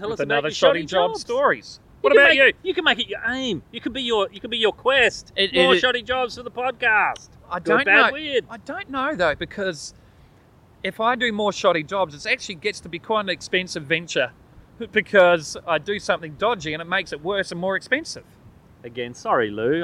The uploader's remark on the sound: We continue our outside recording from Bulli headlands.